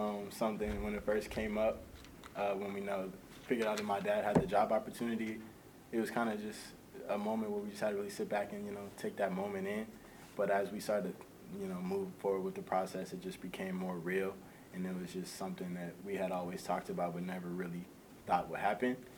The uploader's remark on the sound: airing the full press conference